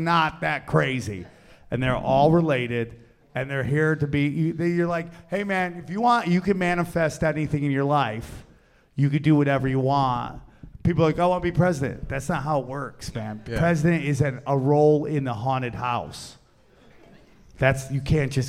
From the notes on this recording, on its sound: Recorded Live at the Dojo of Comedy in Morris Plains NJ.